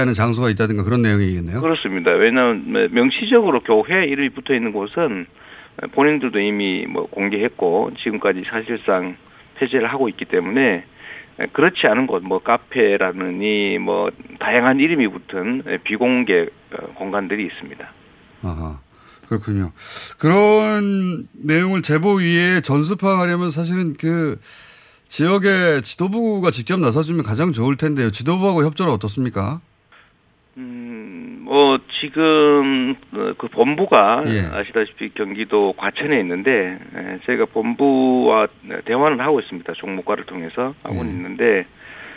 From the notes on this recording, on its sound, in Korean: 전화연결